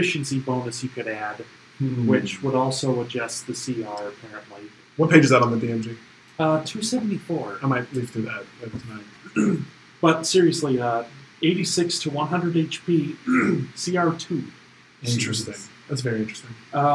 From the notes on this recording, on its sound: The auido quality wasn't all that great with this one. Who just happened to be at his house while we recorded there.